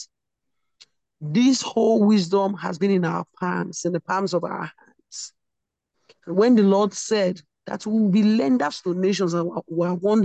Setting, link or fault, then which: link, video call